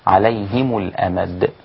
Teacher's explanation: بكسر الهاء وضم الميم كما فعل حفص، عليهم الأمد هكذا.